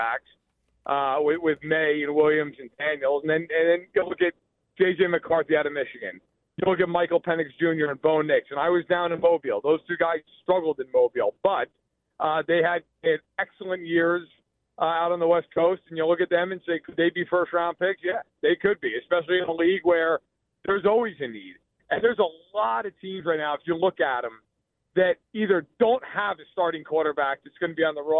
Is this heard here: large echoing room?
no